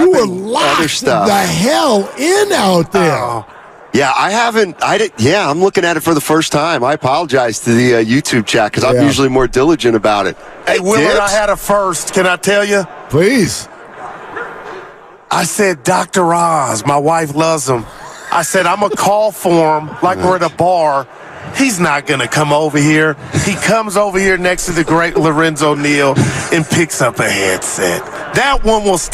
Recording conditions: busy venue